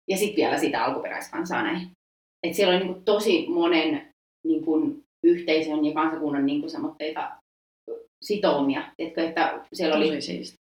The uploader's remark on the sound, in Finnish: Pahoittelut jo etukäteen huonosta äänenlaadusta, tekemällä oppii ja tästä viisaampana äänittelemään tulevia jaksoja.